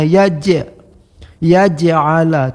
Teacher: Dan di sini lafaz j-nya tidak j, tapi ja, ja. Karena sebelum qalqalah ini harakat yang sama, setelahnya sama seperti yang sebelumnya, maka mendekati seperti seakan-akan membacakan ja, ja. Tetapi dia agak berbaris karena mati.